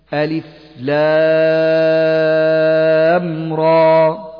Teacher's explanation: لام مد لازم حرفي مخفف يمد بمقدار 6 حركات